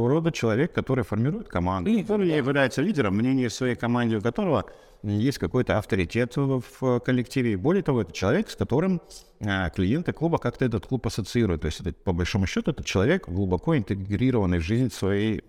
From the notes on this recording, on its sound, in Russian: Подкаст Изнанка фитнеса делается "на ходу", мы записываем выпуски не в студии, а в фитнес-клубах, прямо на рабочих местах коллег.